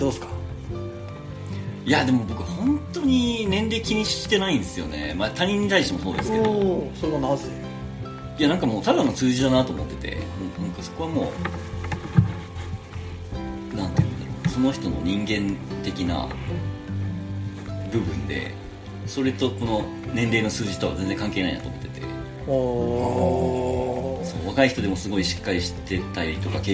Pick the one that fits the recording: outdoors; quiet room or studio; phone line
outdoors